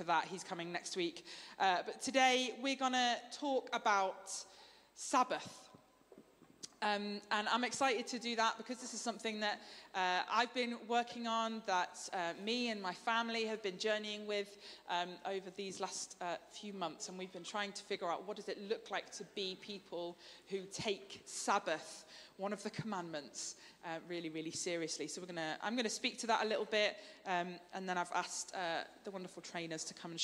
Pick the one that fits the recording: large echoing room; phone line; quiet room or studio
large echoing room